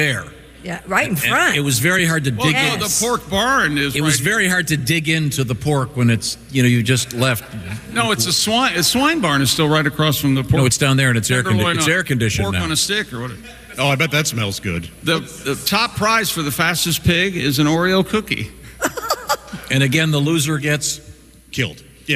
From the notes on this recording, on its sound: We are live from the Indiana State Fair!